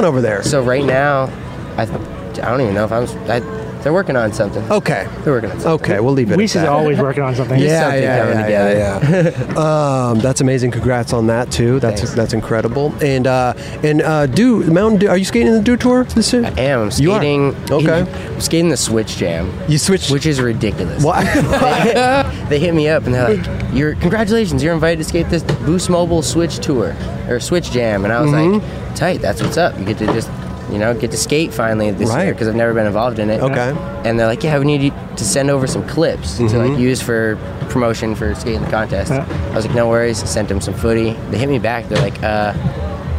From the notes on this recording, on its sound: "Dew Tour" Long Beach. Join us as we were live on location at Dew Tour.